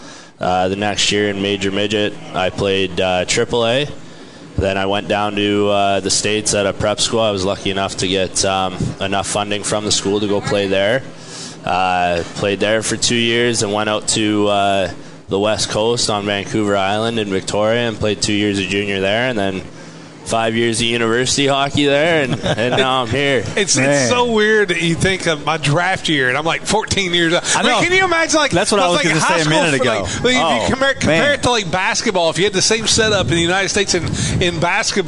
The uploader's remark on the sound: live at BJ's Brewhouse